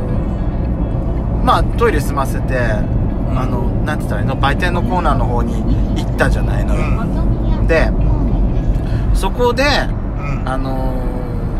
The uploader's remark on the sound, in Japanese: ドスドライブ収録 #ロードノイズゴメンね。